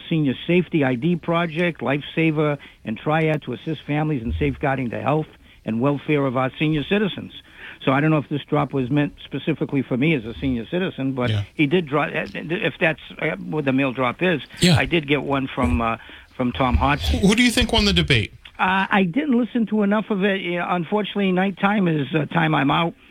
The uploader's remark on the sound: take calls from the audience